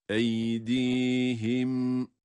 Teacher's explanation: eydihim diye durduğumuz zaman mimin gunnesini yine gösteriyoruz burada